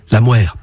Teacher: Le mot devient donc la mère. À Cercq, la consonne initiale se labialise. On avance les lèvres. La mère. Et puis, jusqu'au XVIIIe siècle, on roulait le R, ce qui le rend très proche d'un L.